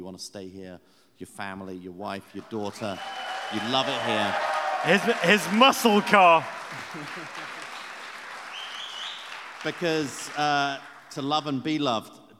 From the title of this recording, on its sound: Pod Live in Kansas City